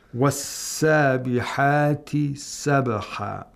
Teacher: Here we have tarqiq of the ha.